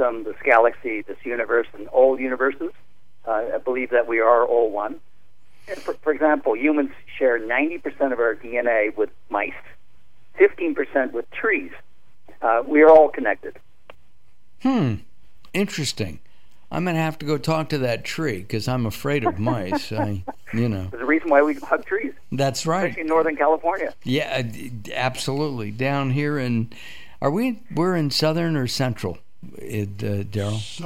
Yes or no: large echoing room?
no